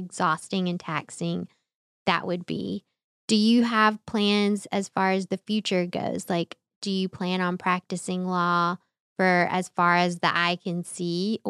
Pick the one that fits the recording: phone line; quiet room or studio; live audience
quiet room or studio